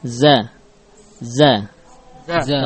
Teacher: Adapun ujung lidah, maka menempel ya, ra'su lisan menempel pada as-safahat atau permukaan gigi seri bawah · Term: zai